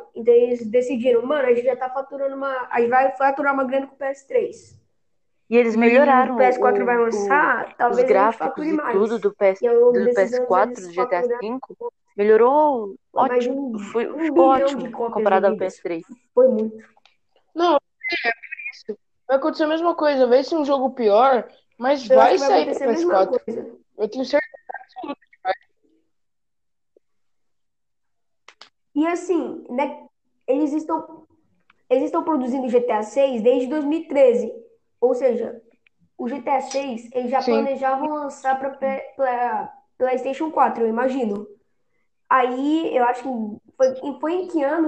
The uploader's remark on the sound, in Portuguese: Me desculpem pela qualidade do podcast, ele é o meu primeiro.